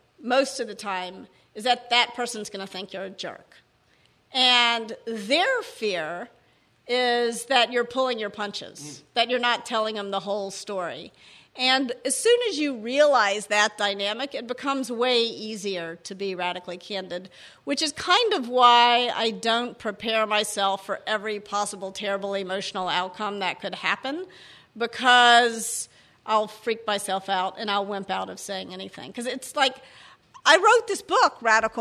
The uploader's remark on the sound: Before a live audience in San Francisco.